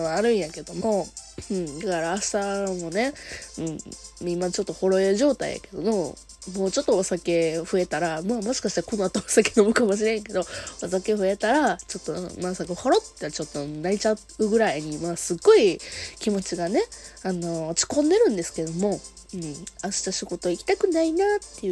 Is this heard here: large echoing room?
no